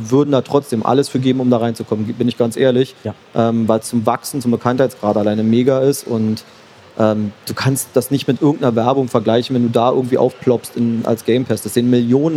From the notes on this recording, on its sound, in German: Im CAGGTUS-Live-Talk. Im Live-Talk von der CAGGTUS 2023 in Leipzig.